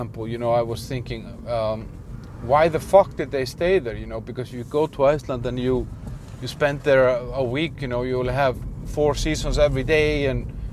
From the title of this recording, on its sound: Ranting in the Car